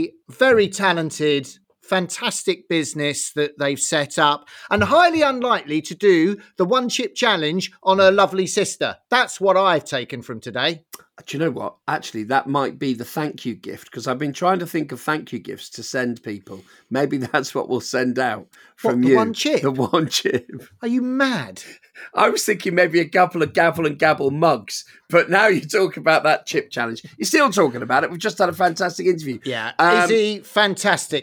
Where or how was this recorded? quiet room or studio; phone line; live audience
quiet room or studio